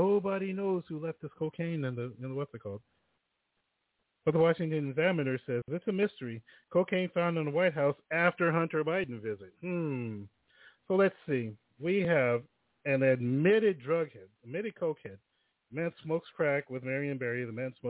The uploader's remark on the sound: The phone lines are open in the second hour.